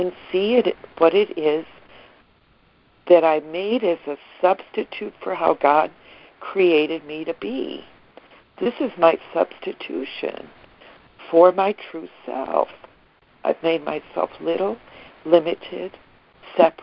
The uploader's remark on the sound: ACIM Daily Conference Call